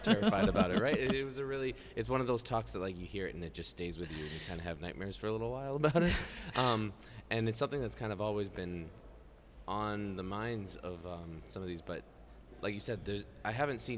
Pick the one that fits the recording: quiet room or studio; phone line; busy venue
busy venue